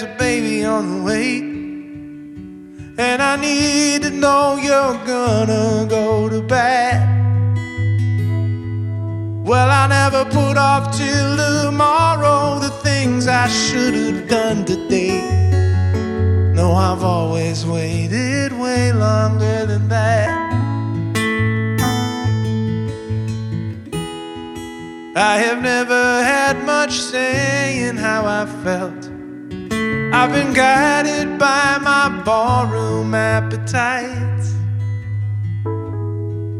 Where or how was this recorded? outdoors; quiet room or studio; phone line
outdoors